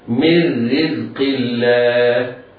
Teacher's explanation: النون في كلمة من أتى بعدها الراء في كلمة رزق، كان حكمها الإدغام بغير غنة، يعني ننطق راء مشددة